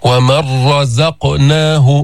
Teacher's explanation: نون الساكنة مع الراء، هل سمعت النون؟ ما في نون. · Term: إدغام النون الساكنة